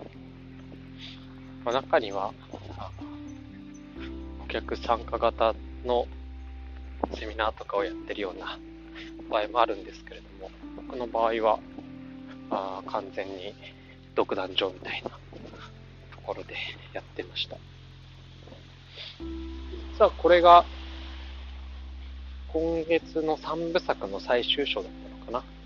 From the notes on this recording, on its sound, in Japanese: はじめて散歩しながらの録音なので少し聞き取りづらいですね… 秋の音がします。